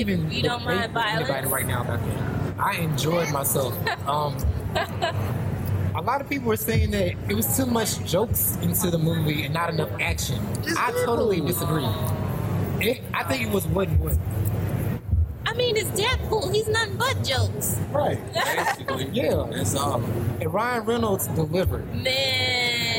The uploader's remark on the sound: LIVE from Comicpalooza 2018